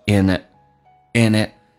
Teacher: and 组合要把 d 去掉，用 and 可以进行连音